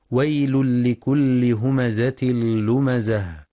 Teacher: ينتبه القارئ لإدغام التنوين في اللام إدغاما كاملا بغير غنة في ويل لكل، وكذلك في همزة لمزة، ويراعى بيان صفة الصفير في الزاي مع تحقيق كسر اللام المشددة والوقف على التاء المربوطة هاء ساكنة مع بيان صفة الهمس.